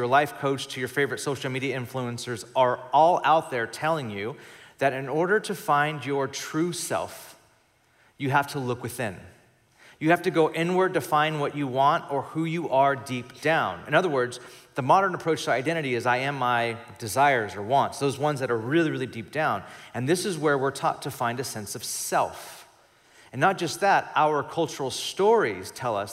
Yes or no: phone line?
no